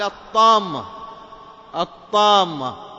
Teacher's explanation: اللام حق ال أضغمت في الطاء، ولهذا ترى الحرف الذي بعد اللام مشددا · Term: شمسية